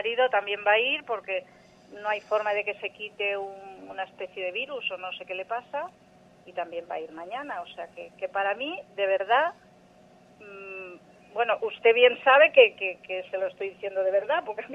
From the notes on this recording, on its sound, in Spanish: Esta serie de testimonios en vivo procede de consultas reales realizadas de manera presencial y telefónica en el Centro Solnaturaleza.